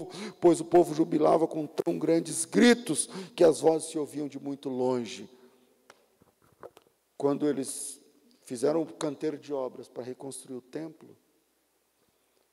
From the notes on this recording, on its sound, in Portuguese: Culto ao vivo.